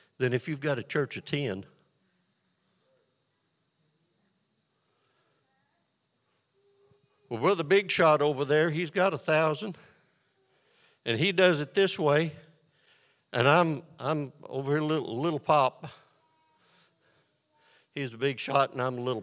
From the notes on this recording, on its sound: This sermon was recorded live on September 4th, 2022 at Newark United Pentecostal Church.